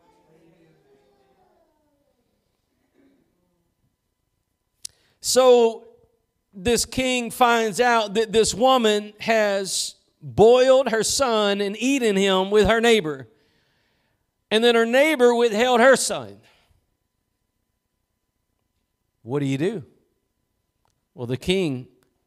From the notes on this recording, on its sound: Preached at Gospel Lighthouse in Bossier City, La.